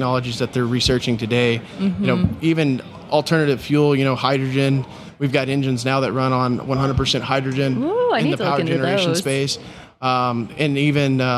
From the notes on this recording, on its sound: During the PBIOS conference